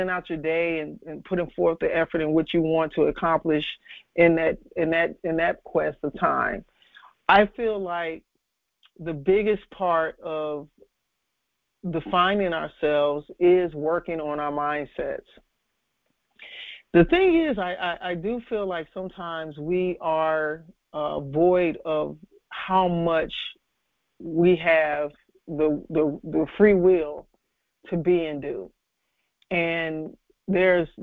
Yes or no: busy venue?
no